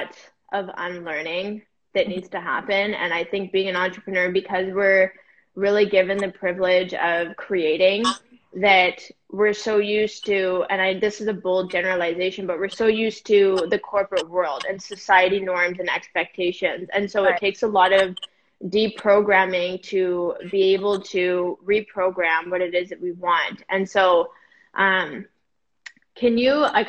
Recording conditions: video call